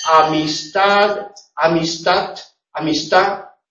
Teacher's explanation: Realización fricativa de la D en posición implosiva y elisión